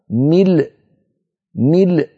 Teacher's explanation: فينطق اللام وبعد نطق اللام يقفل الوترين الصوتيين فتخرج الهمزة الساكنة، هكذا ملء. ولا يتعمد هذا لا يتعمد، وإنما هو للاضطرار أو للاختبار.